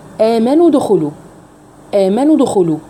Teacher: اللي حصل إن أنا ما أتمتش المد الطبيعي اللي في كلمة آمنوا، ما قلتش آمنوا، لا قلت آمنوا دخلوا.